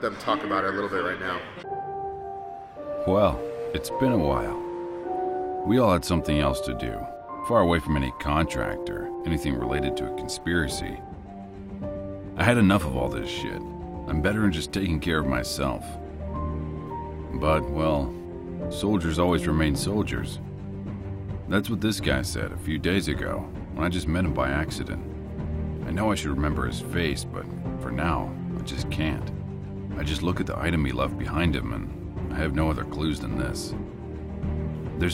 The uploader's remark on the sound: we are live from another brewery